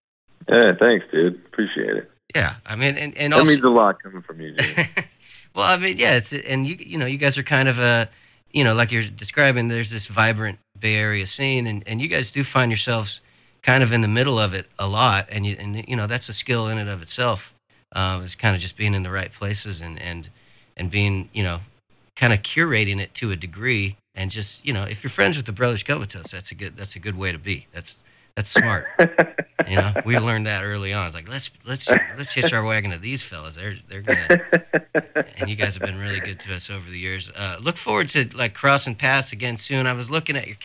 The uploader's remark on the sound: chats on the phone